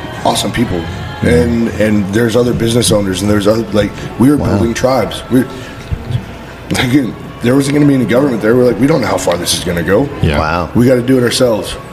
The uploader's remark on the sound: LIVE from Long Beach ISS